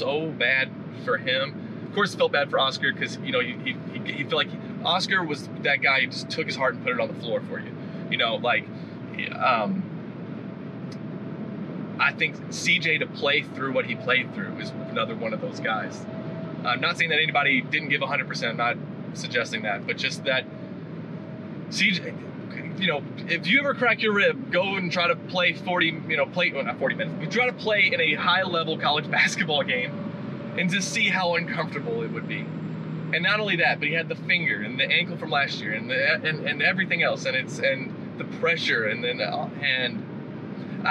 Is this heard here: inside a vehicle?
yes